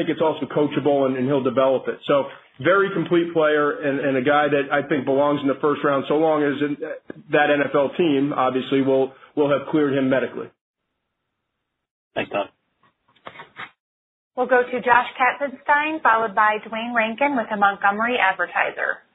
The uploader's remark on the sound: NFL Draft Conference Call